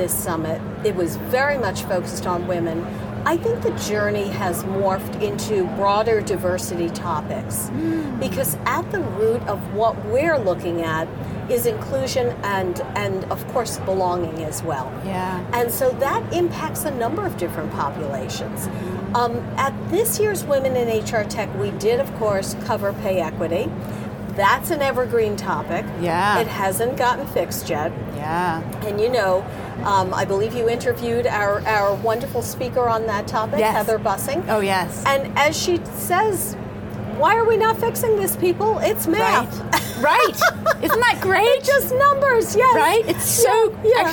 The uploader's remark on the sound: Unum took its Gartner Marketing Award-winning HR Trends podcast studio on the road (again) to the 2023 HR Technology Conference & Exposition. Unum took its Gartner Marketing Award-winning HR Trends podcast studio on the road (again) to the 2023 HR Technology Conference & Exposition , held October 10–13 in Las Vegas.